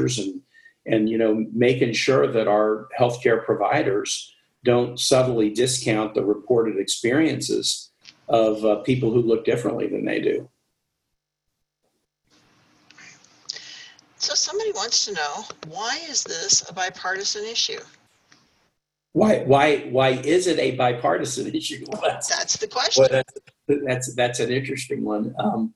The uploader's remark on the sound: This episode of the Rural Health Voice podcast is the recording of a virtual press conference VRHA conducted.